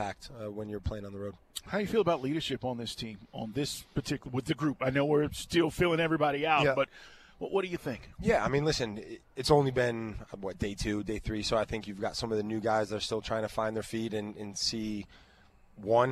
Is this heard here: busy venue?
yes